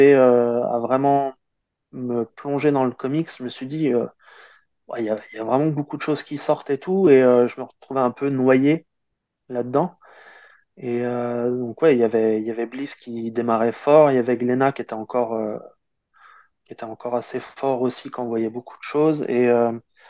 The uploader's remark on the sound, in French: Dans cette interview au format " SuperFriends " et enregistrée à distance.